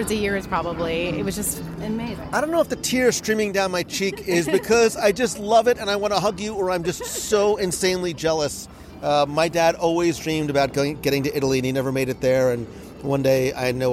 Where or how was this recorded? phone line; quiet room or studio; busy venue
busy venue